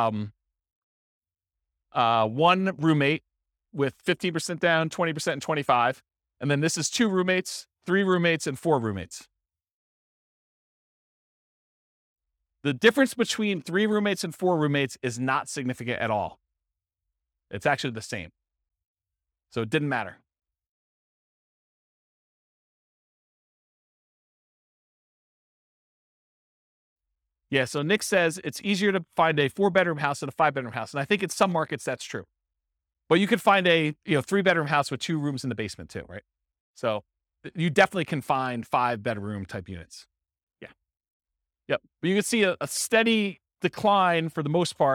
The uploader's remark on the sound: This was a live class recorded